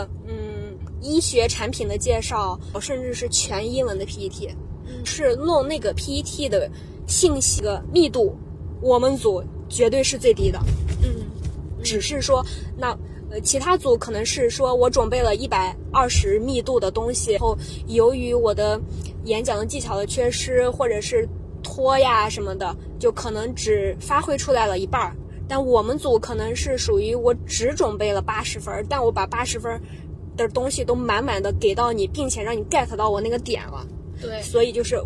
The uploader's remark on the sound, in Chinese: 在去白云机场路上录制，飞机上剪辑，落地即发布。